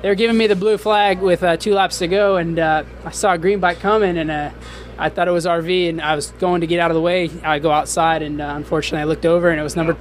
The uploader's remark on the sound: Seattle 2013 Post-Race Interviews